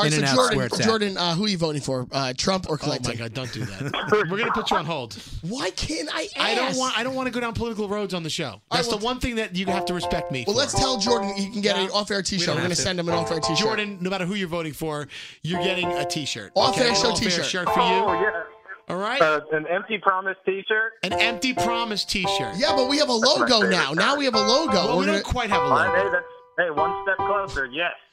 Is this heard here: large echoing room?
no